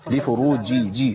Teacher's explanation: لابد من بيان تعطيش الجيم